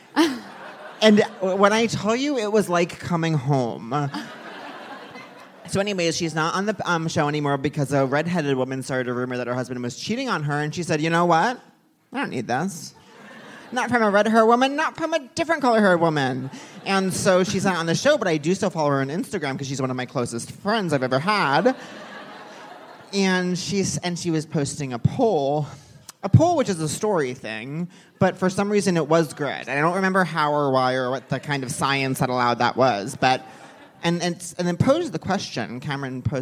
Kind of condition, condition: setting, live audience